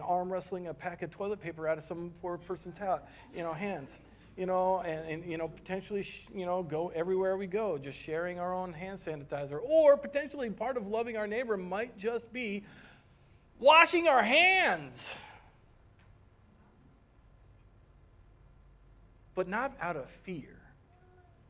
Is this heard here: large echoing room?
yes